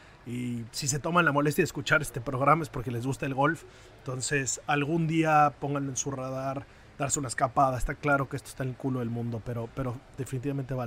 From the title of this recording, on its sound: Live From The OPEN 150